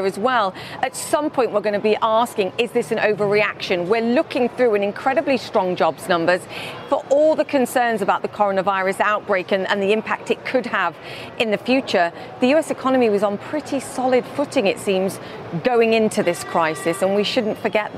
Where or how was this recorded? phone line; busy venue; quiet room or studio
busy venue